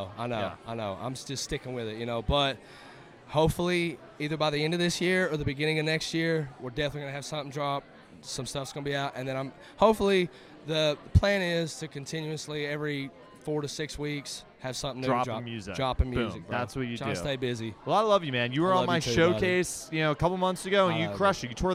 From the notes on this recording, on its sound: Live from St. Jude Children's Research Hospital. Live on the red carpet.